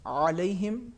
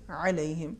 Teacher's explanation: حرف عین اور ہا کی آواز کو ہمیں باریک اور ترقیق کے ساتھ ادا کرنا ہے ہمیں آواز کو بھاری یا تفخیم کے ساتھ نہیں بیان کرنا ہے · Shown in: second take